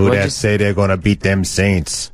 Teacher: TH sounds like a D.